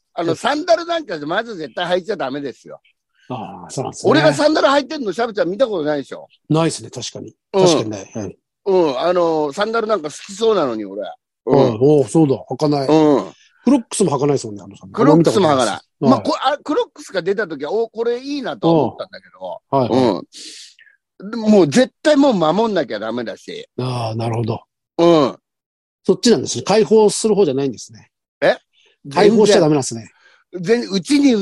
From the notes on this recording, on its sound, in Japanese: ZOOMで収録